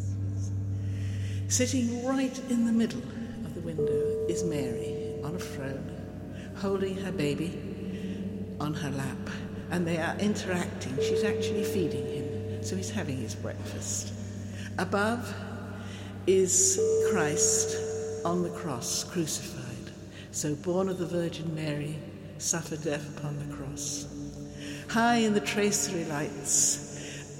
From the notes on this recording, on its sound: WellsCathedralSoundScape. Soundscape features audio captured both within the Cathedral and the city. The mix includes the voices of local young people, older people, Cathedral volunteers, choristers as well as various noises heard in and around the Cathedral.